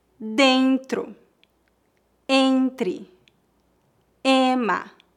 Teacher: Note que a vogal E é nasalizada quando seguida pelas letras N ou M.